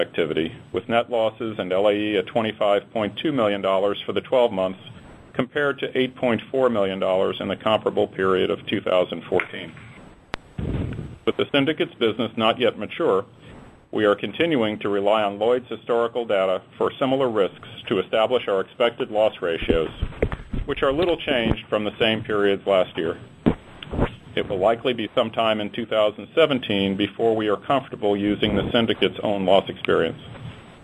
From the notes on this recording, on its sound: ProAssurance Earnings Conference Call